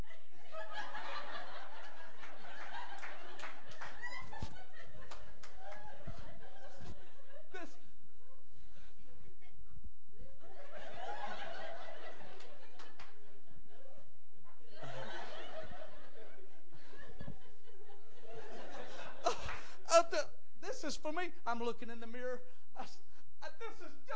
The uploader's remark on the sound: Preaches at JFPC Heritage Conference in Jennings, LA.